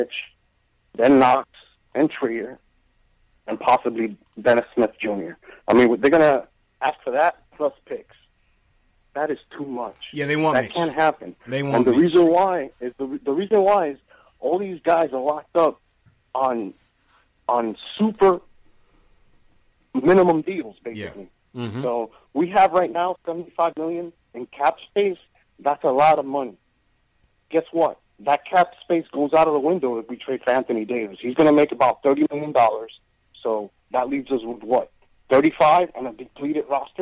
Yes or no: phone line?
yes